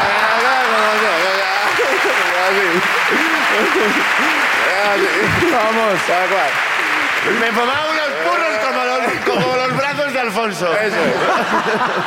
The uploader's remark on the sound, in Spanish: El público de Bilbao